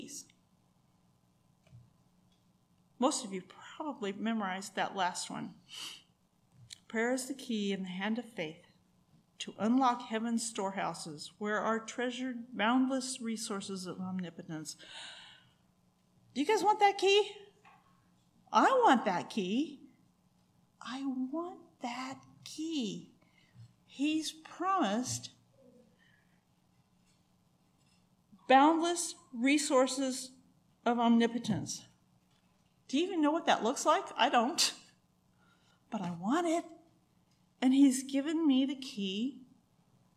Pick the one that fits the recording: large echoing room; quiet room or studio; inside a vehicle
large echoing room